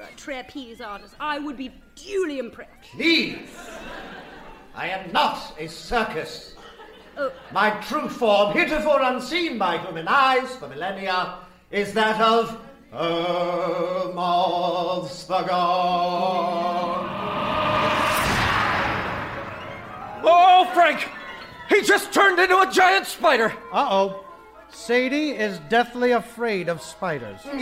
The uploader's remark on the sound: Recorded Live 9/10/2010 at Largo, Los Angeles.